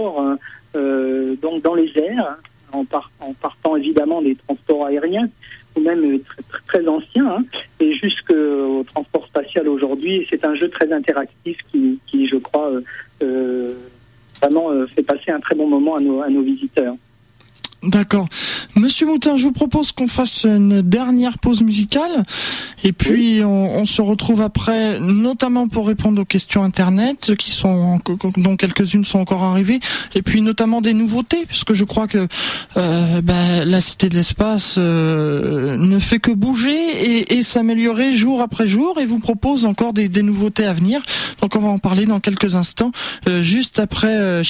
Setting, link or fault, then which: link, phone line